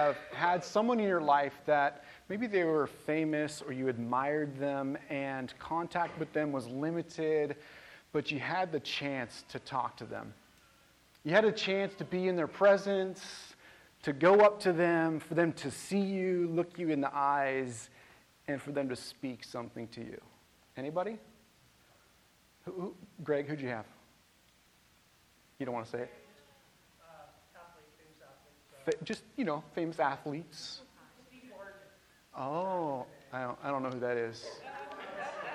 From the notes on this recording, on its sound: This message was recorded on June 4, 2023, at View Ridge Middle School in Ridgefield, Wa.